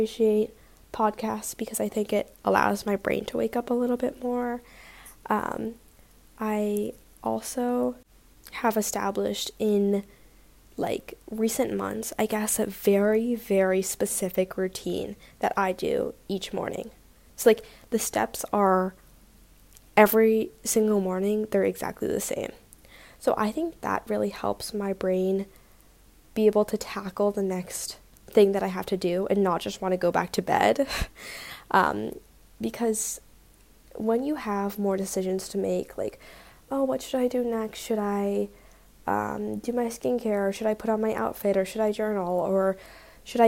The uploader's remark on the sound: I'm so sorry for the feedback; it will be gone next week!